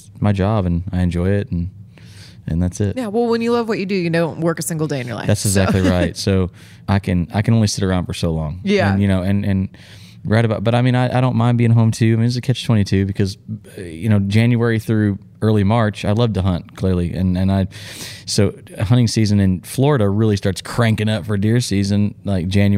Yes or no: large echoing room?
no